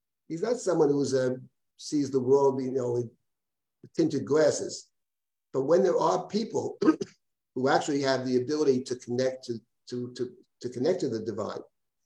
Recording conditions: video call